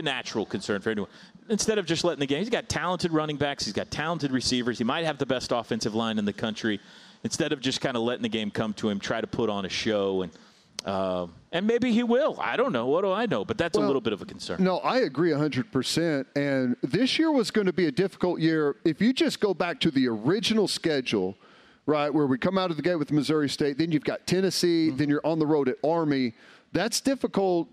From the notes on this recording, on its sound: the Huddle Reloaded LIVE form Rudy's